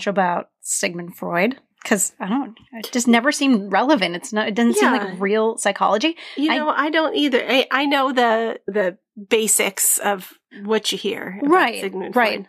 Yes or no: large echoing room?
no